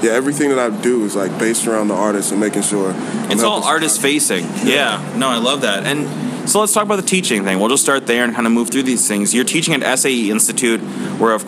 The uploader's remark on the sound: Recorded at SXSW 2016 for Illinois Entertainer, Chicago Inno, #ChicagoMade, and Dynasty Podcasts.